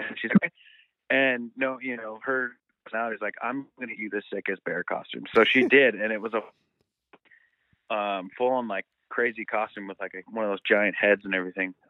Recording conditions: phone line